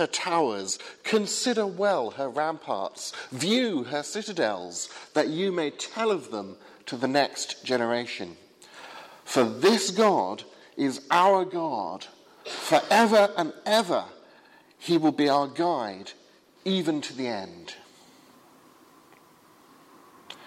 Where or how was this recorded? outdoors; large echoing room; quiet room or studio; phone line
large echoing room